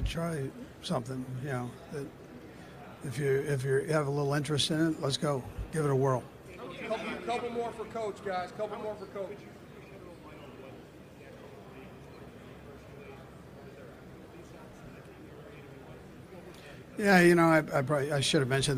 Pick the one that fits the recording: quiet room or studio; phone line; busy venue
busy venue